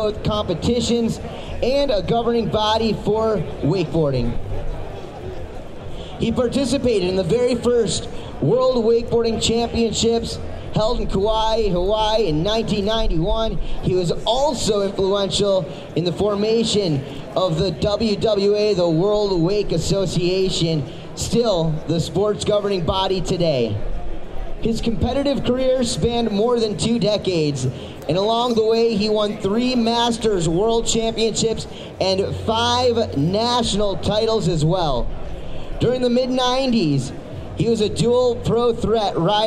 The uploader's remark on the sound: recorded at the 2017 Wakeboarding Hall of Fame Induction Ceremony